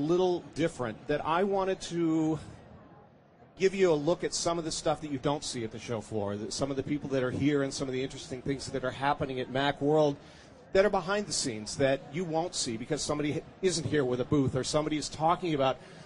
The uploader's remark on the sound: Macworld Podcast Live from Expo.